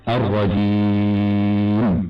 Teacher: وفيه الإشباع بمقدار ست حركات